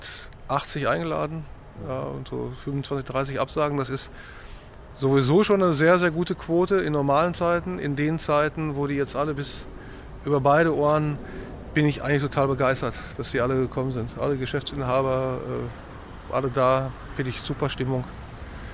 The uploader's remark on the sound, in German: Live vom Partnertag.